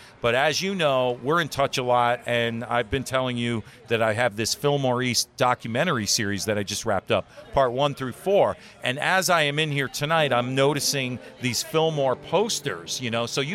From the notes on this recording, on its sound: Acoustic ROCK Happy Hour remote at Wall Street Tavern in Norwalk! Tune into this live podcast where we interviewed both owners on Wall Street Tavern's patio!